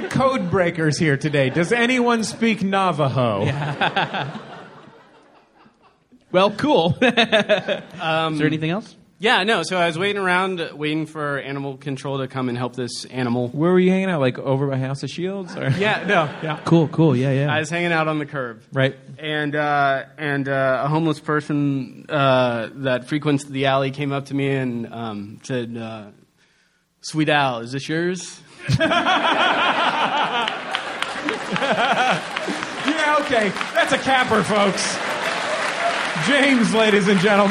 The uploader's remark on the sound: Live at SF Sketchfest. Live on stage at the Eureka Theatre as part of the 2016 SF Sketchfest.